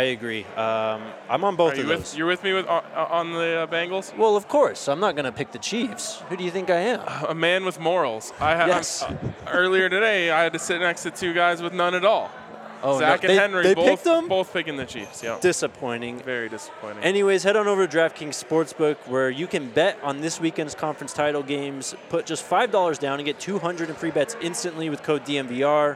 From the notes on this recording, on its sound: coming to you live from the Breck Farmhouse!